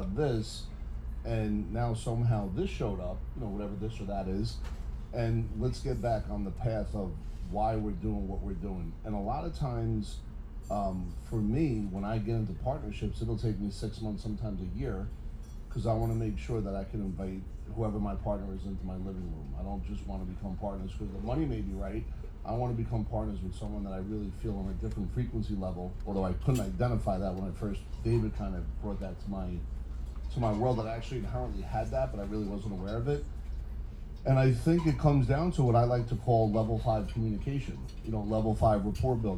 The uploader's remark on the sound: Today’s episode is from a VIP dinner I hosted in July 2023 with a panel of experts